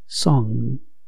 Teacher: Y la tercera consonante es la combinación NG en inglés, que habitualmente no se libera la G, sino que se pronuncia la N un poco más nasal